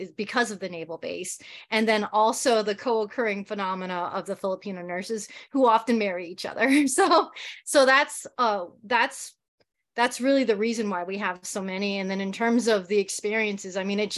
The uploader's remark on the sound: Educator Webinar